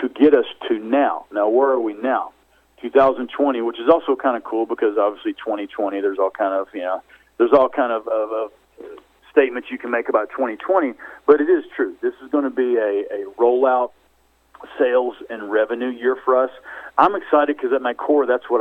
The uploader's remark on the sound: Surge Holdings Inc. Conference Call